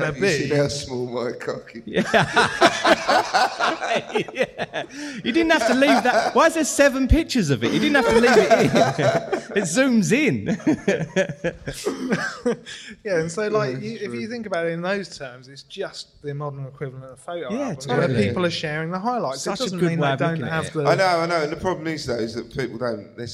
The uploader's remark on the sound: This episode was recorded as part of our live show. As part of their live recording in Margate.